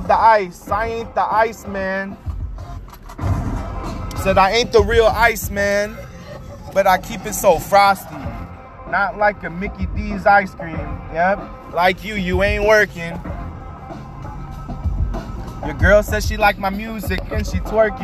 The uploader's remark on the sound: Driving my auntie to program